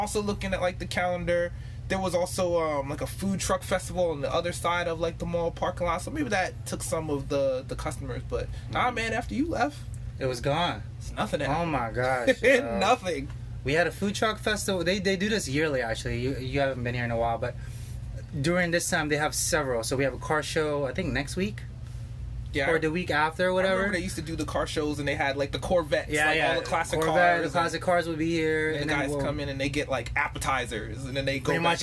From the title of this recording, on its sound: Monday Funday Ep 1 live in the restaurant.